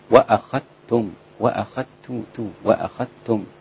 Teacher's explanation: التاء رقيقة جدا. وأنا أدغمت الذال في التاء